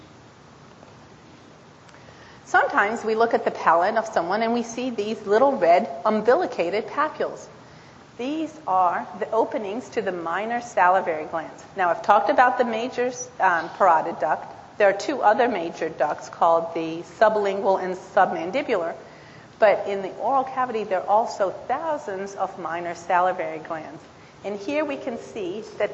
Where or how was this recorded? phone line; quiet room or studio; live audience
live audience